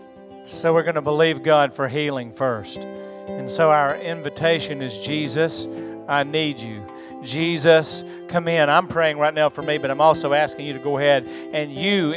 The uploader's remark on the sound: recorded on Sunday, February 13th, 2022, during service at The Anchor Church in Rockport, Maine